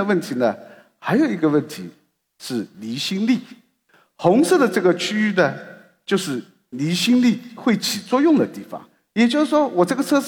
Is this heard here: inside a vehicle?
no